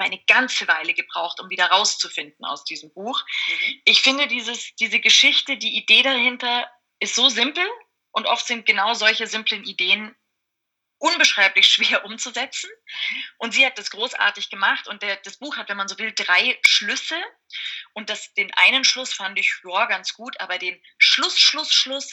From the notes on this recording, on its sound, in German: Entschuldigt bitte, dass die Tonqualität leider nicht auf dem üblichen Niveau ist, da das Interview via Skype geführt und aufgenommen wurde.